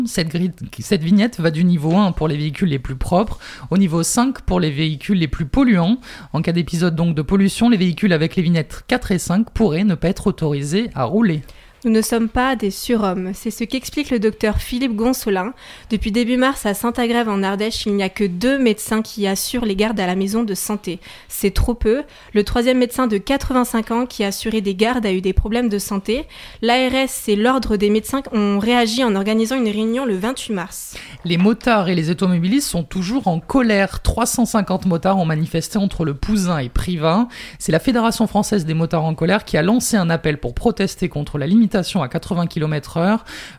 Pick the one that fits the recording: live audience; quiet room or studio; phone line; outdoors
quiet room or studio